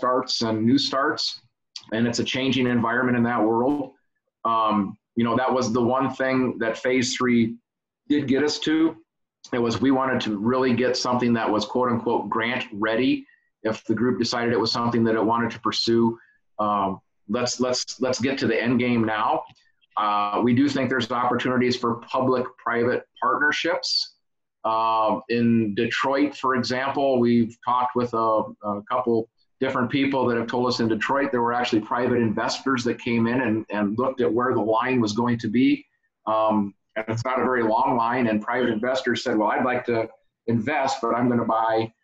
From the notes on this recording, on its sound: Zoom meeting